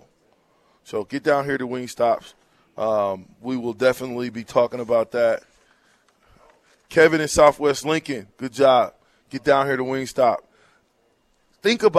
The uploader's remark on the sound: Live from WingStop